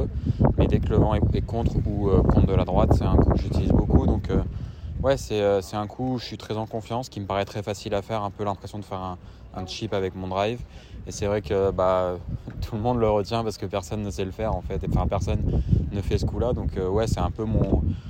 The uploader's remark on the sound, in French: Enregistré depuis le prestigieux club house du Royal Liverpool